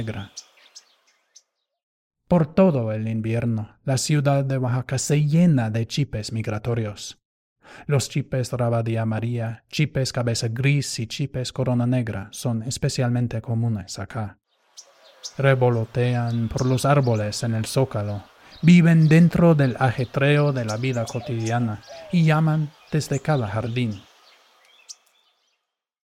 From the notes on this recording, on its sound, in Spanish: una grabación del Parque Las Canteras, Oaxaca de Juárez